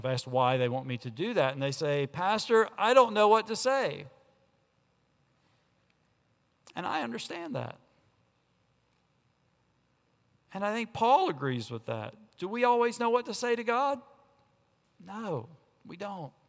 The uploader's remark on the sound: On Sunday, July 22 at Redeemer Presbyterian Church in Charleston, SC